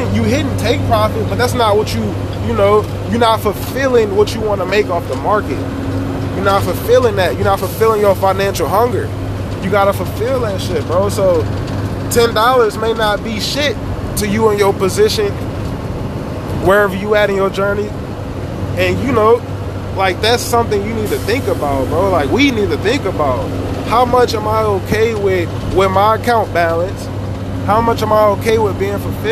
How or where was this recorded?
inside a vehicle